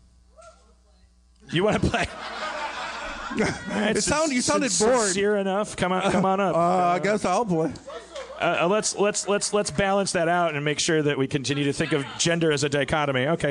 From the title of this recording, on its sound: LIVE From Magic City Comic Con